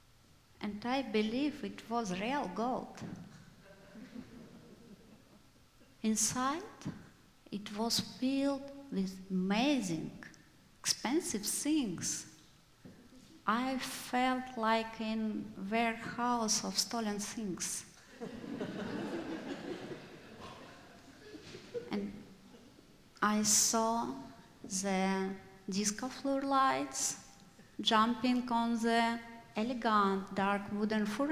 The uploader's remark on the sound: IMMIGRANT AND REFUGEE SHOW. Live at The Old Church Concert Hall in Portland, OR Portland Story Theater.